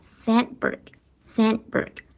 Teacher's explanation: 虽说它是失去爆破，但是有时候我们会按不完全爆破处理，就是稍微停顿一下